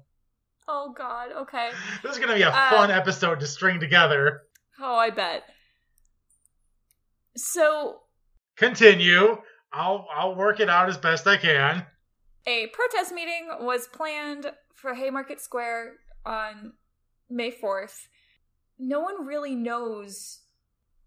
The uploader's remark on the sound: Battle through every imaginable technical difficulty. I only heard about half of it.